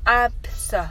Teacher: B の発音の時にはブとは言わずただ口を閉じるだけです